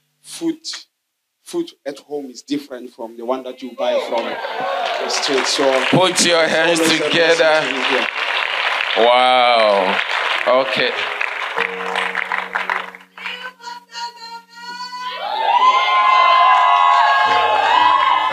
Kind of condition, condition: setting, large echoing room